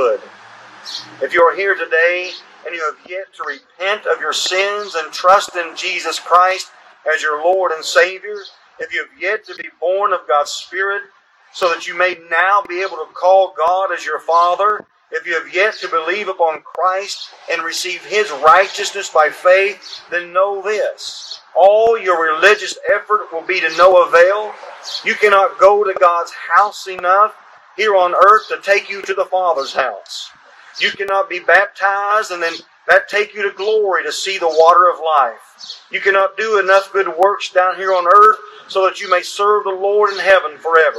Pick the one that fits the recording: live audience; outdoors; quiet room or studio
outdoors